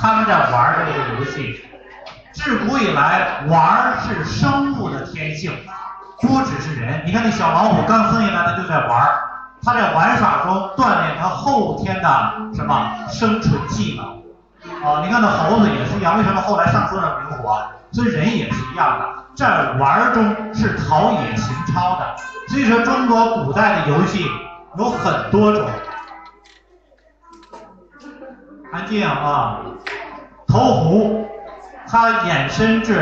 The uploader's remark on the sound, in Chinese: 端午节活动录音